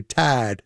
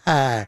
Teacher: the Southern drawl would take a vowel like I and flatten it. So instead of tie, they would say tad, or instead of high, they would say ha, you know.